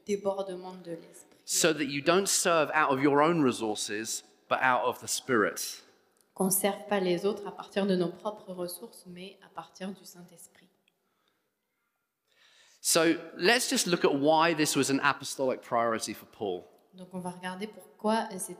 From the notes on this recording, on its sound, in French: Enregistré à l'église CVV, le 03/04/2022